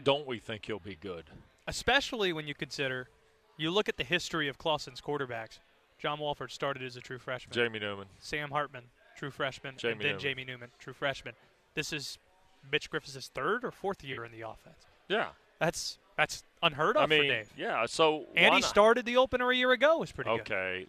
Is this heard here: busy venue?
yes